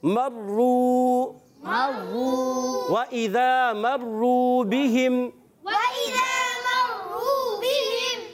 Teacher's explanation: را کو پر پڑھیں گے کیونکہ را پر پیش ہے، اور مشدد ہونے کی وجہ سے تھوڑا رک کر ادا کریں گے، واؤ مدہ، ایک الف کھینچیں گے۔